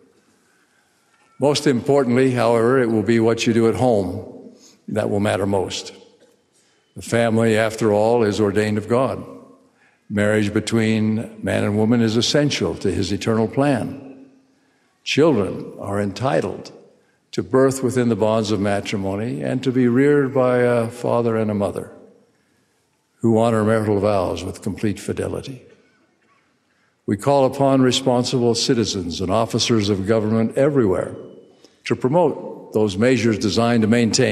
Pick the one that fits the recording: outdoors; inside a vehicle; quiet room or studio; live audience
live audience